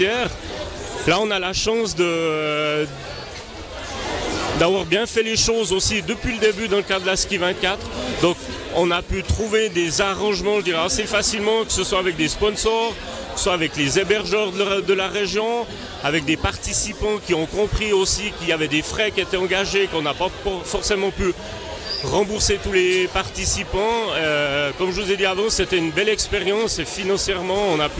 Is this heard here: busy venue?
yes